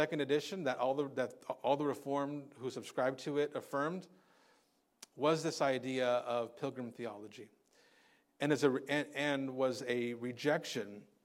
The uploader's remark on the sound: Recorded on Sunday, January 21st, 2024 at Living Hope Orthodox Presbyterian Church (OPC) in Cerritos, CA.